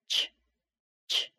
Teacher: When we put a T and a Y together, the new sound that it makes is ch · Term: special kind of connection